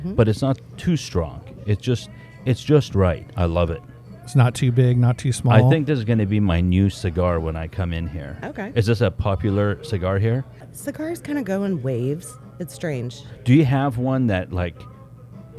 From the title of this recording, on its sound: On location at Che'root, where it all started!!